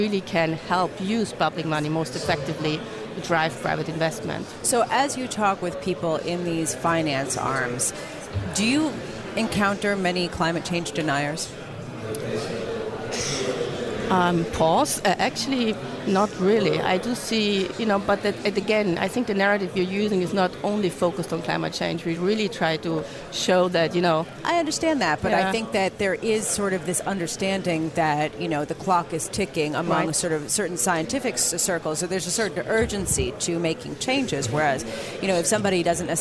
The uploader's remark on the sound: Live from the 2017 Future of Energy Summit